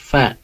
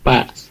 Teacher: makhraj fa itu bibir bawah ketemu dengan gigi bagian atas ya, gigi seri bagian atas · Shown in: first take · Term: makhraj huruf fa